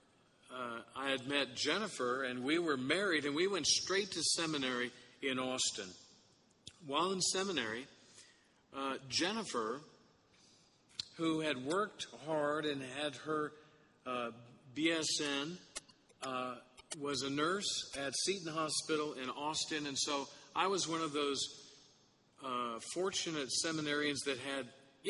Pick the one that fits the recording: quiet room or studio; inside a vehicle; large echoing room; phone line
large echoing room